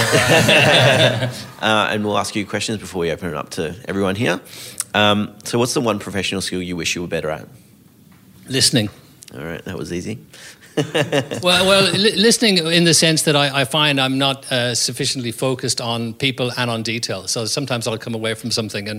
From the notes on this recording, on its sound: Live audience. Our very first live podcast in front of an audience. The show was recorded at the incredible offices of FutureYou, a boutique recruitment consultancy based in downtown Sydney.